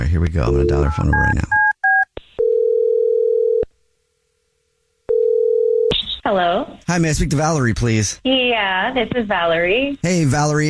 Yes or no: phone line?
yes